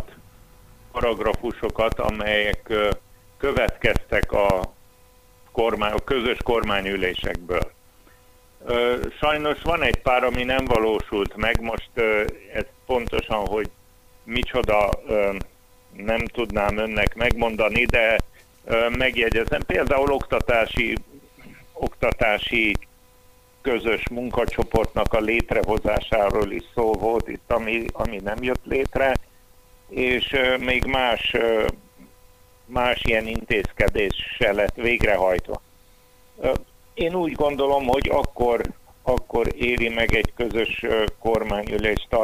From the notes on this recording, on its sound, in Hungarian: A hangminőséget a telefonkapcsolat befolyásolta, a téma fontossága miatt mégis közöljük a beszélgetést; újrarögzítésre nem volt lehetőségünk.